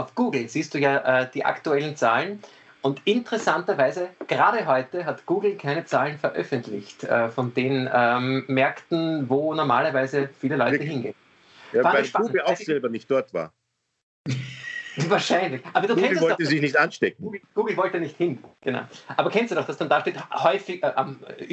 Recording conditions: video call